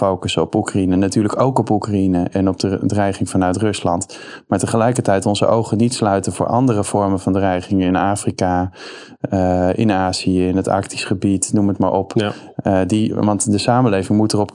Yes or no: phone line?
no